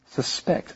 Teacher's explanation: But if it's a verb, you would put the emphasis on the second syllable, suspect. I suspect that you are a suspect.